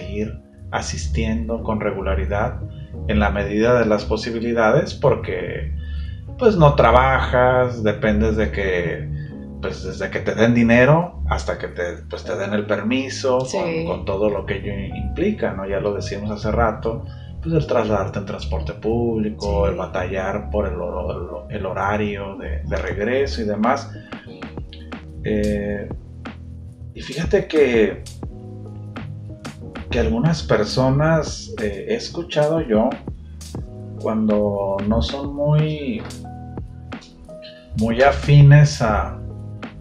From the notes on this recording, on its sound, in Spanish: ¡Lamentamos la mala calidad del sonido!